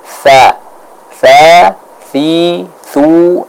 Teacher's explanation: Huruf tha diucapkan dari ujung lidah yang dipertemukan dengan ujung gigi seri bagian atas.